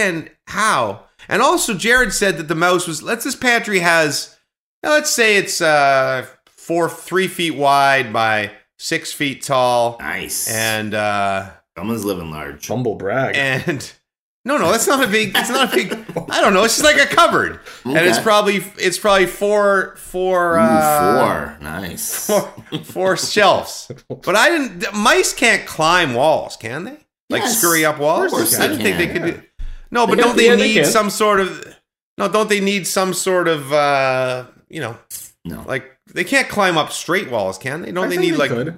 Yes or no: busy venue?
no